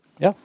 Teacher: de drar inn lufta